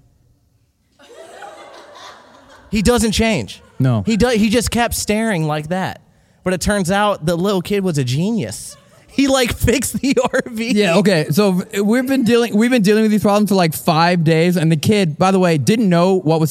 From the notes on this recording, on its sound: This episode was filmed in front of a live audience at the haunted Martinsburg Roundhouse in Martinsburg, West Virginia on August 19, 2022.